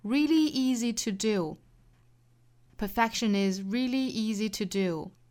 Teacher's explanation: re 前面是 e,后面的 li 结尾也是 e,只不过时长稍短一些，后面这个 easy 也是一样，前面是长元音 e,尾音的话是长元音 e 的短版，也就是时长稍短的 e。所以 really easy 在说这两个词的时候口型都是一样的， really easy to do, perfection